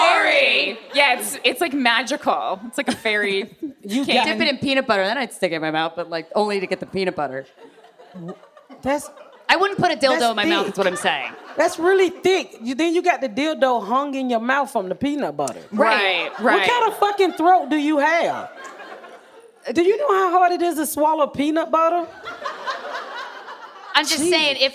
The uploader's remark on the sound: TODAY'S EPISODE WAS RECORDED LIVE IN FRONT OF A #FUCKER AUDIENCE AT THE JUST FOR LAUGHS FESTIVAL IN MONTREAL, CANADA!